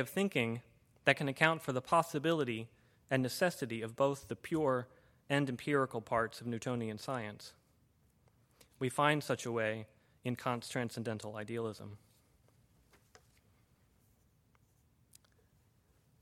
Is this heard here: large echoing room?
yes